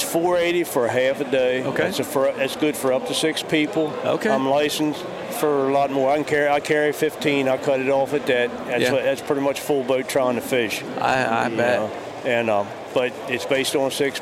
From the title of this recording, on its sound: Live from the Great American Outdoor Show